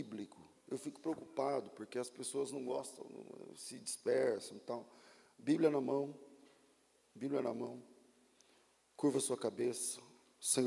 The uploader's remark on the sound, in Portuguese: Culto ao vivo